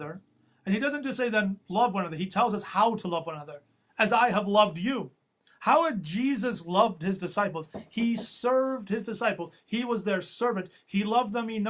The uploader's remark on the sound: Audio from our Maundy Thursday Service during the COVID-19 Pandemic.